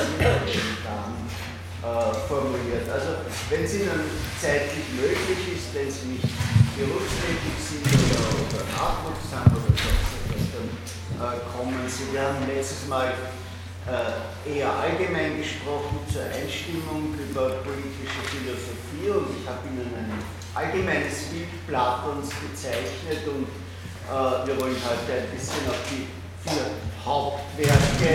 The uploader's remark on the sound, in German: Diese Vorlesung wurde von Studierenden aufgenommen